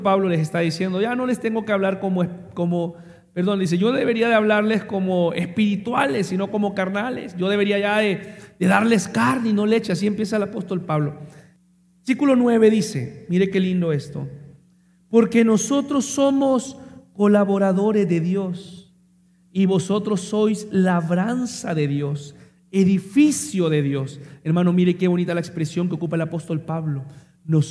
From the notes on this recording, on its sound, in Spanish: Mensaje grabado en vivo, en la Iglesia El Faro La Ceiba.